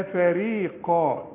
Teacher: القاف المفخمة واعلى درجات التفخيم عند الوقت، لان قاف بعدها الف